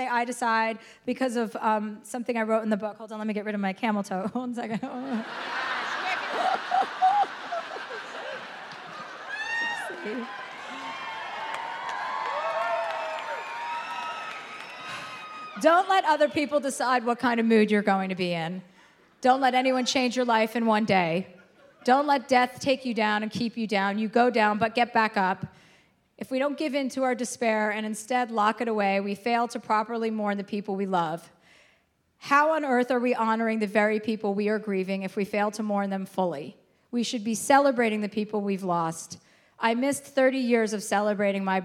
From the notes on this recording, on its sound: live in Dallas